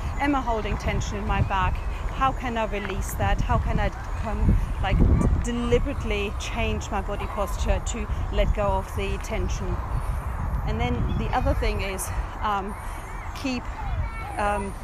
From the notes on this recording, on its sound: Which I recorded on the beautiful grounds of Dinton Pastures while spending a sunny day with my kids during half term. Which I recorded on the beautiful grounds of Dinton Pastures while spending a sunny day with my kids during half term.